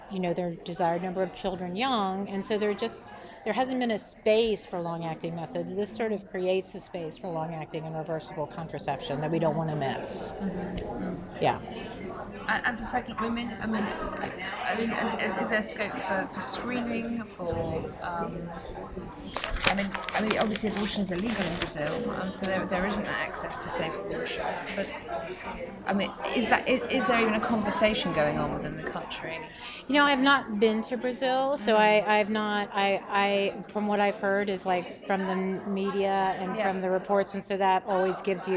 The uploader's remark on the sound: Interviews from the Women deliver conference in Copenhagen